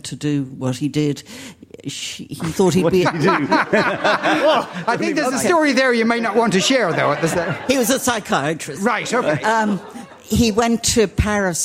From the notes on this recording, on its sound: Movies and Booze: LIVE from Newpark Hotel. LIVE from Newpark Hotel in Kilkenny.